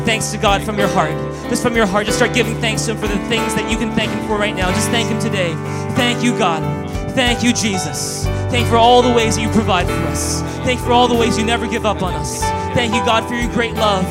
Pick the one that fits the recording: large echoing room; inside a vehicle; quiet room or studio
large echoing room